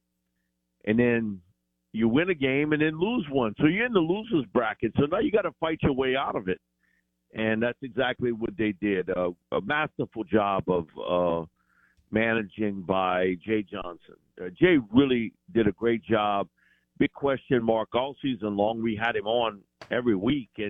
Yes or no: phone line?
yes